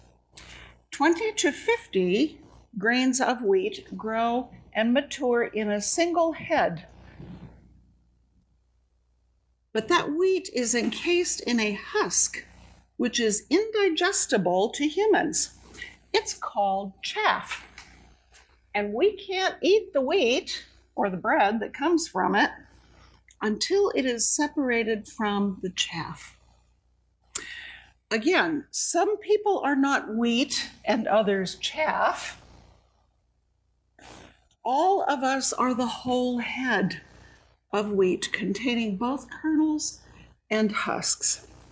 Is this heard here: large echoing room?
yes